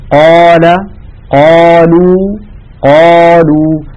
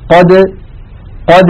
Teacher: المفتوح إذا كان بعده ألف كان تفخيمه أكثر، لأن الفم يخرج الحرف مرتاحا · Shown in: first take